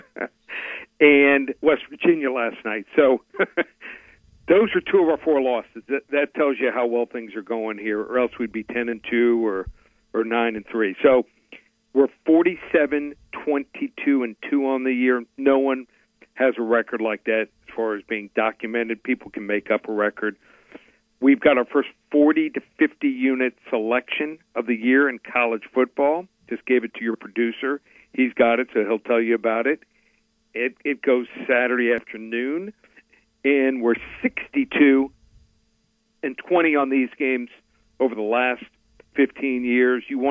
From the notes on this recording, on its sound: Joins the show on the Farm Bureau guest line talking about the best bets for the weekend live in the BankPlus Studio.